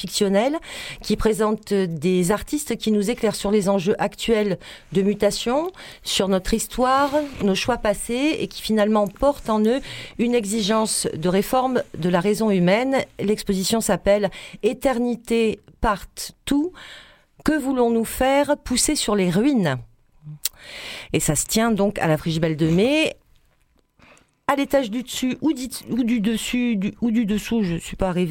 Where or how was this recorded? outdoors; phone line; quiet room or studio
phone line